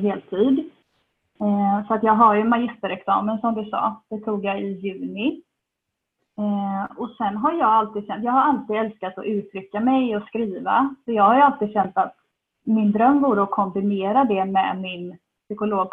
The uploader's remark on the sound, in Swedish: sämre ljudkvalité pga inspelning via zoom